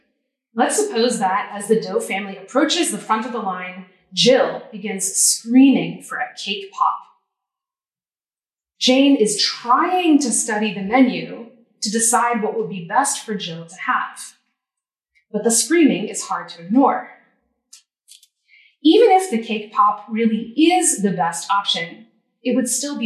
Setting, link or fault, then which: setting, large echoing room